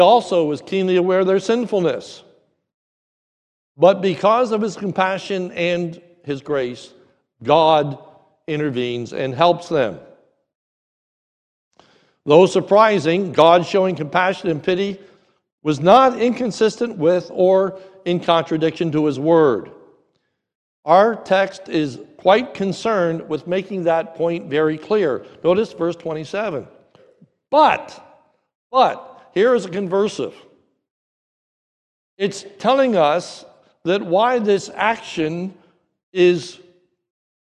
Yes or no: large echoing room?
yes